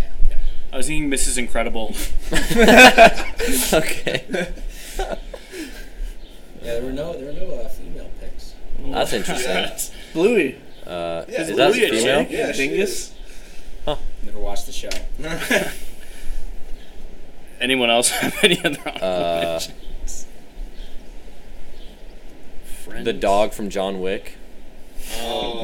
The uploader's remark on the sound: Sorry about the wind throughout it was windy outside.